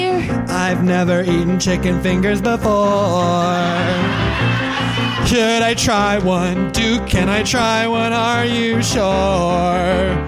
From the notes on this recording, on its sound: Live From the Dallas Comedy House (Late Show!).